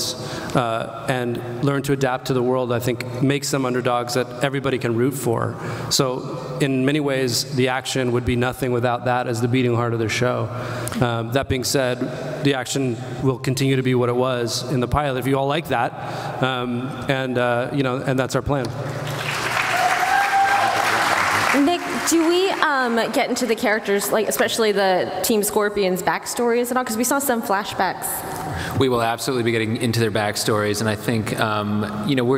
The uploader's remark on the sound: Comic-Con 2014 - Scorpion Panel: Part 2